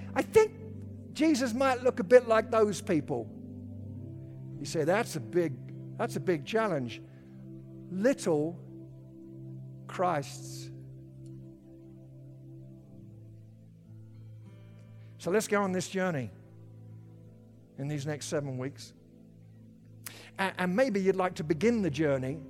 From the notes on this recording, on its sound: At Timberline Church - Audio. Live.